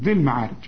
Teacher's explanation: بشبك الذال مع اللام على طول، ذي المعارج.